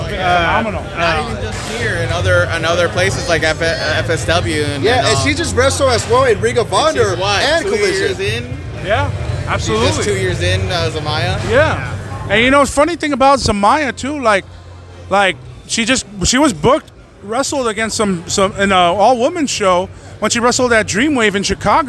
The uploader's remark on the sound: Special Live On Location Podcast Episode reporting from Wilmington, Ca at PCW Ultra Anniversary VIII.